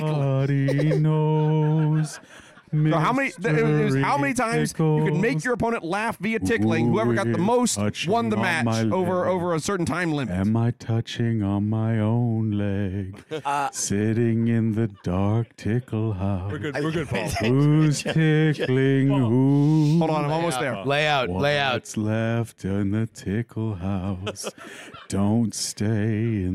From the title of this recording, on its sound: Live from Founders Day 2023